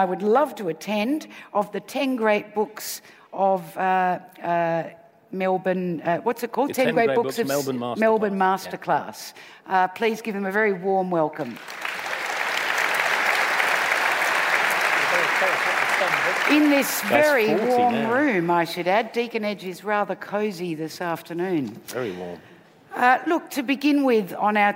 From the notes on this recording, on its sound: Recorded live at the Melbourne Writers Festival.